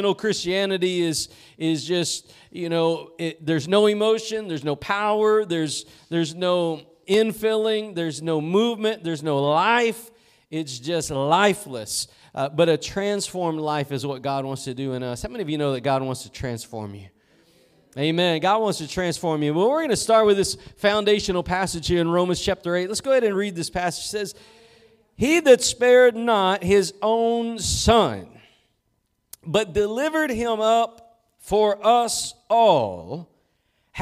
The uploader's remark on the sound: Preached at Gospel Lighthouse in Bossier City, La.